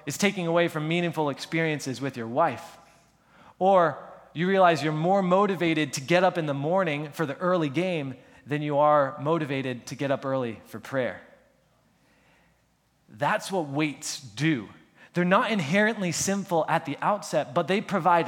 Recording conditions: large echoing room